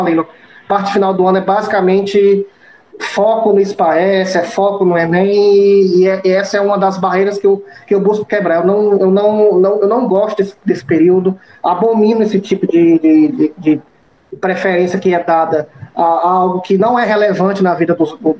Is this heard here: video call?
yes